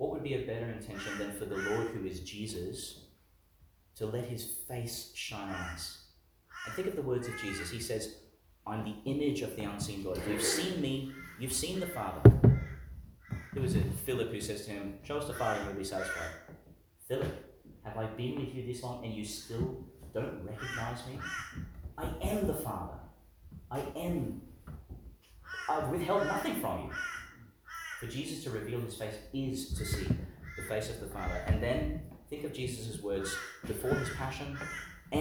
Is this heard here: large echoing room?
yes